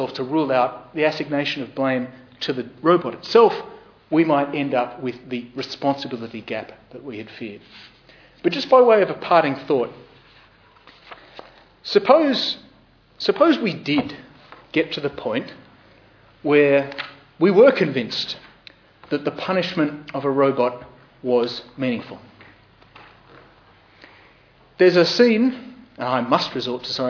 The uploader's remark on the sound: Podcast of the Darlith SRG public lecture